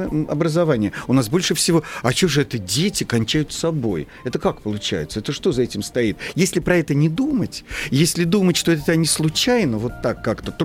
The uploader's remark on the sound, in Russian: Нам ничего не остается, как начать этот разговор по телефону.